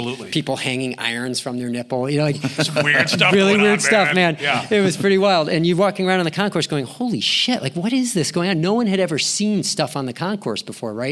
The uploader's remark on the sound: LIVE at EAMC 2023. Live from the Emerald City. At the Event & Venue Marketing Conference for our second live episode of Adventures In Venueland. Join us in Seattle.